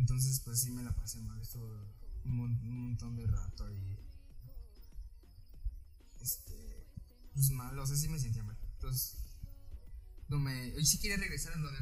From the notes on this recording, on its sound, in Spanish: Una disculpa por el audio estamos pasando por temas técnicos.